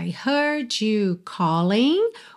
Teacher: O G não é pronunciado, tá pintadinho de cinza. Heard you acaba soando ju pela junção, tá? Se você preferir, pode ser heard you, no problem.